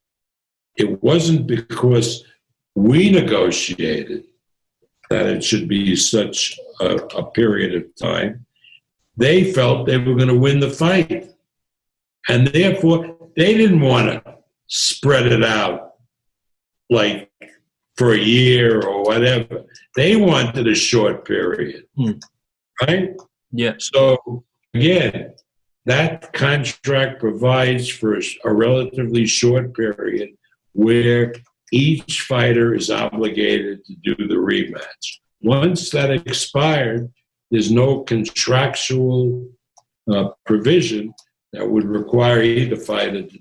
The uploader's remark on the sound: Via Zoom